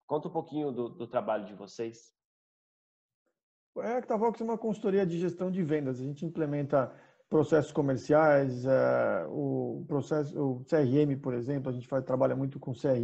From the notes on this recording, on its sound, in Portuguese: Programa gravado em 28/05/20 via ZOOM.